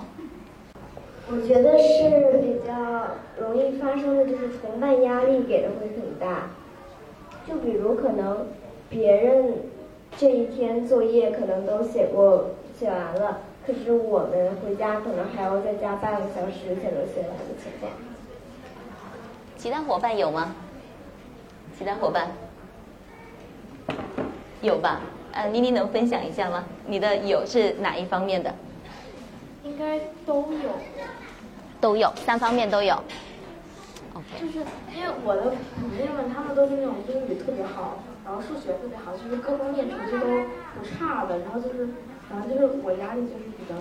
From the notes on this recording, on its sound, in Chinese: 是她在抓马中心的东广场的一次分享录音